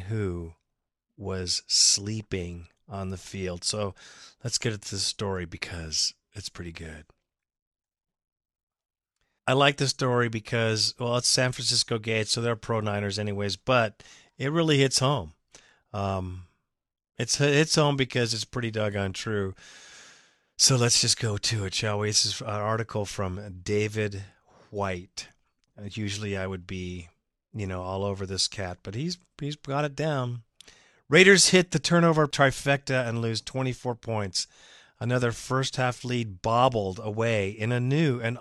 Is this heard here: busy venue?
no